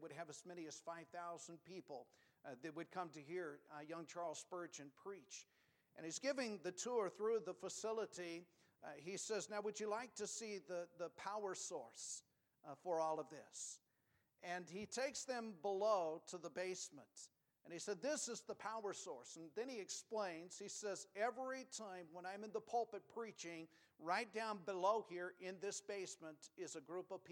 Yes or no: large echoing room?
yes